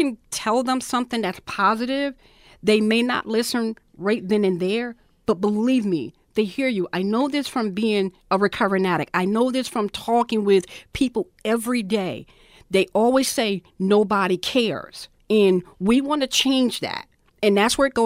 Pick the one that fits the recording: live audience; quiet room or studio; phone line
quiet room or studio